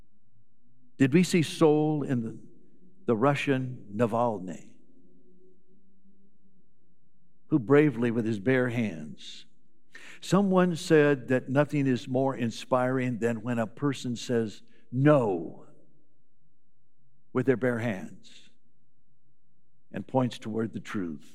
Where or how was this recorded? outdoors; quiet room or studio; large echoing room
large echoing room